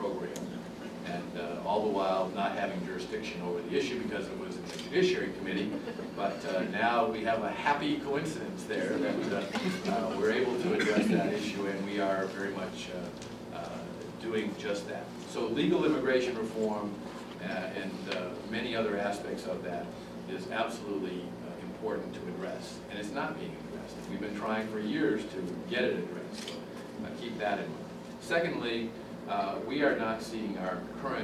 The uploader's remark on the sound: appeared before a luncheon meeting of The Ripon Society